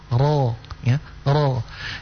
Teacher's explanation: Sehingga ketika dia berbaris berharokah dhammah atau fathah, maka dinaikkan pangkal lidah untuk menebalkan huruf itu